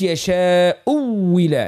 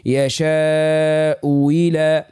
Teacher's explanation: الابدال نتاع الواو المكسوره ماهوش مشدد الواو · Shown in: second take